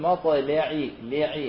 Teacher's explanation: حط بالنا كذلك البعض يخاف من التفخيم هذا ويذهب الى الايمانه فلا إمالة ولا تفخيم اللام مفتوحة حركة كاملة مفتوحة نأتي قلنا هنا إذن هناك مناسبة للتفخيم أو لتغليظ هذه اللام